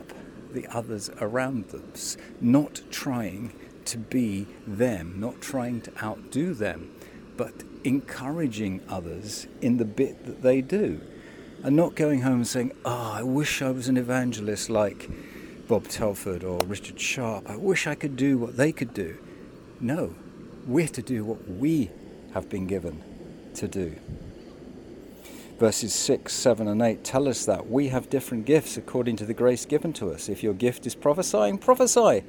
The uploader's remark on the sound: St James Alperton. (virtually). Recorded by the riverside and distributed online during the time when churches were closed.